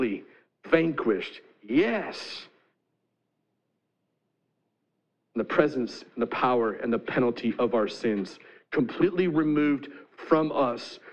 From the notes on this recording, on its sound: At The Well, an Acts 29, Converge Heartland, SBC church in Hastings, Nebraska.